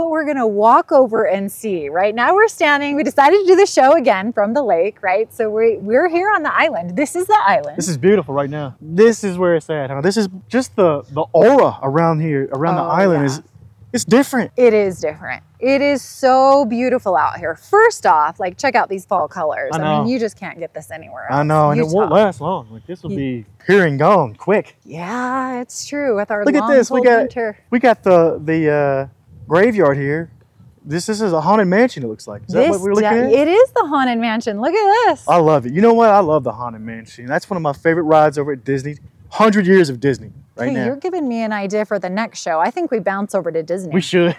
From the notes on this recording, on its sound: Take you on a walking tour of the island in Daybreak, Utah to visit Barbie Land!